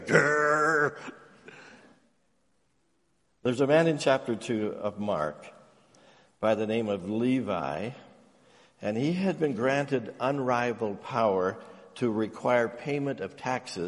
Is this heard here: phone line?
no